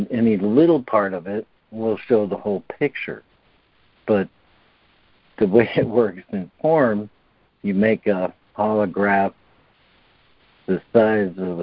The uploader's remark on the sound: ACIM Daily Conference Call